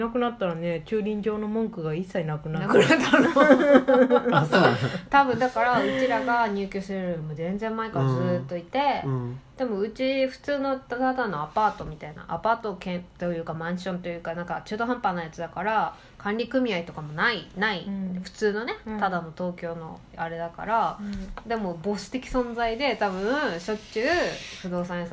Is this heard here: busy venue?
no